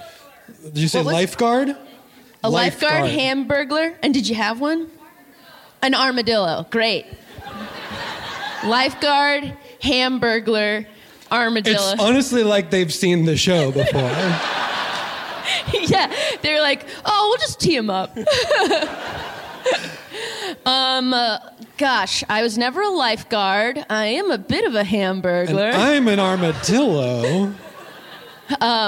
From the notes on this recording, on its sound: LIVE from SF Sketchfest. The following was recorded LIVE at SF Sketchfest in February of 2024 at the Great Star Theater!